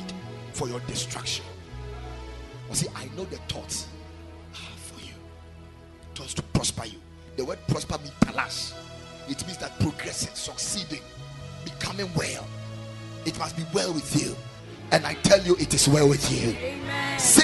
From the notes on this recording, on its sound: Preached at the Sunday Service